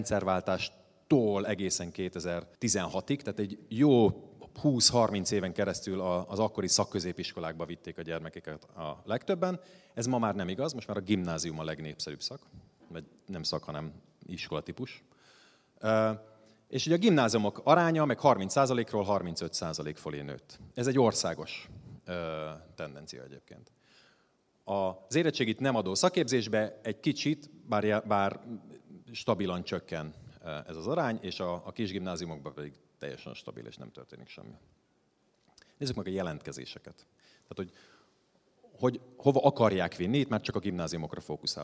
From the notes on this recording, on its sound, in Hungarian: a hatodik Qubit Live-on tartott előadásában